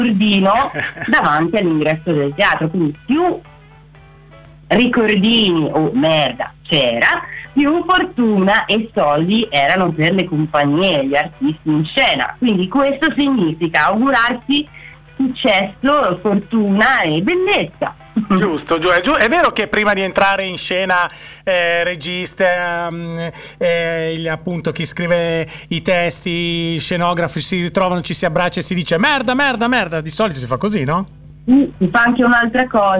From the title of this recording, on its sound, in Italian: INTERVISTA TELEFONICA